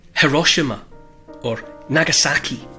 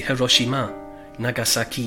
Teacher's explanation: In Japan, when you hear people talk, they would say Hiroshima, Nagasaki, because the whole thing's, every syllable is equally stressed · Shown in: second take · Term: all syllables have the same stress